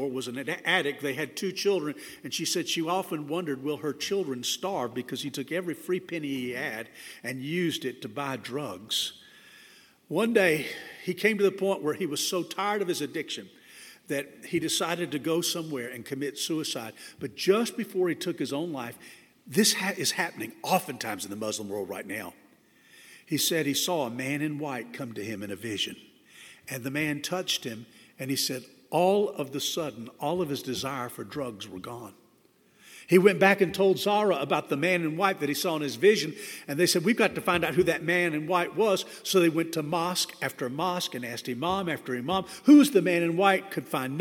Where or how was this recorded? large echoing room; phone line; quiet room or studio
large echoing room